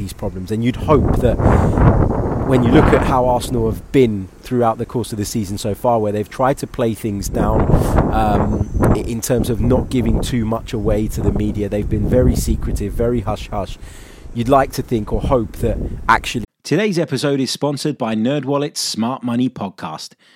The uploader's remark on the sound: Sorry for the wind!